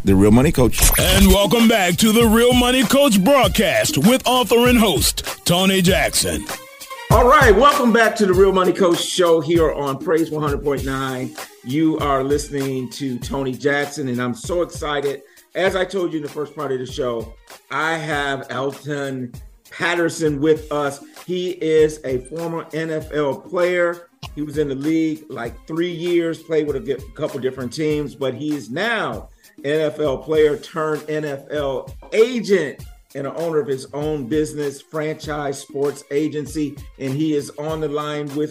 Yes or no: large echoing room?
no